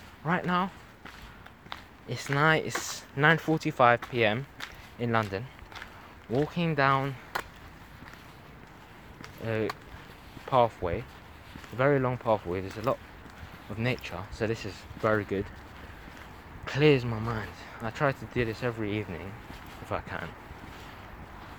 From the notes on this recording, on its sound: I was on a walk at night and decided to speak my thoughts out loud and press record. Apologies for the bad quality.